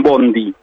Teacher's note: Escriben bonde, pero pronuncian bondi, digamos así.